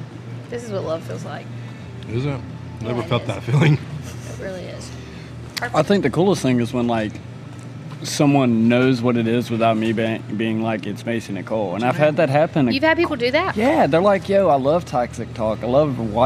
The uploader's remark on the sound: We met up at our favorite mid town spot (LIVE OAK NASHVILLE) to record a Friendsgiving podcast! There was food, laughter, and of course uncomfortable conversations.